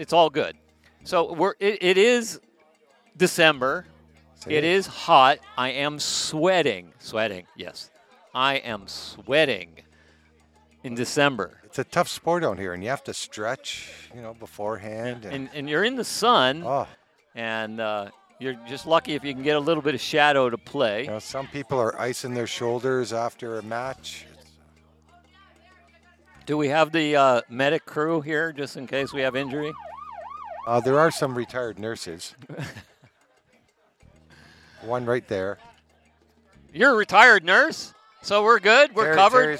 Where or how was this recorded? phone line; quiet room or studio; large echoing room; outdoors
outdoors